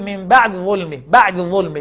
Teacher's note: بيجي يختلس الحركة فيقول من بعد ظلمه، بعد ظلمه، ما يجيبش كسرة كاملة